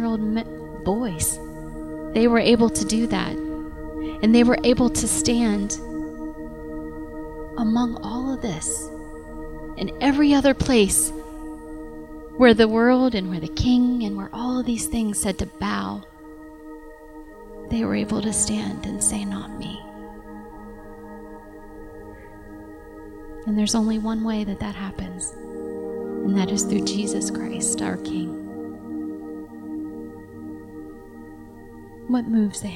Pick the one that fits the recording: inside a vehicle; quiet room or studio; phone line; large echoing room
large echoing room